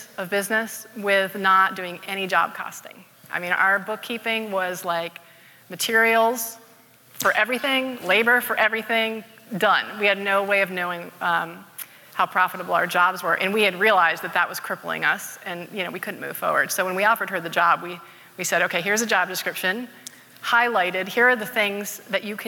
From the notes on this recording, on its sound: Live from Summit! On stage for a discussion.